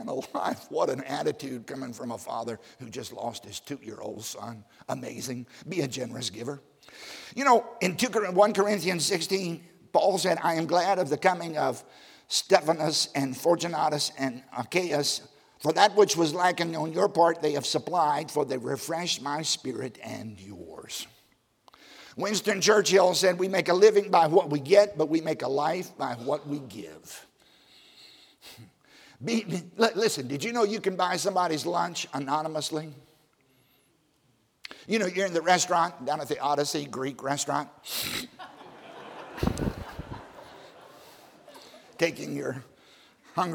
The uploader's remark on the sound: during the 2020 Spiritual Awakening Conference at Baptist College of Ministry